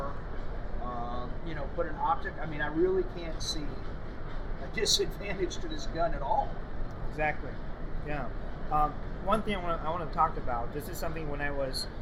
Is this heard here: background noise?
yes